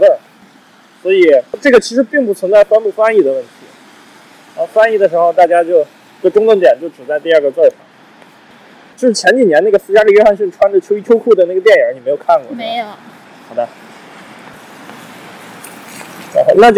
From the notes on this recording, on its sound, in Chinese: MOMA 举办的日本动画电影展。前八分钟录制于室外环境，有噪音。地铁站，此部分噪音巨大。